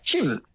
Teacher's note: you're most likely to pronounce that as chim, which with the flat tone is the Vietnamese for a bird